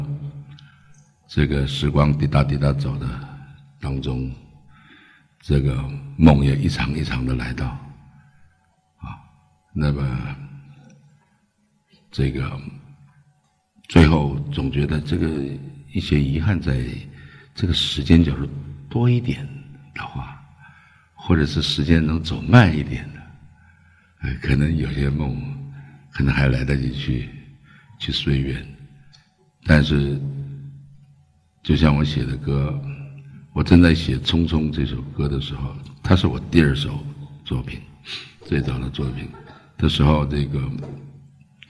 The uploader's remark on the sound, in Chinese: 一席现场。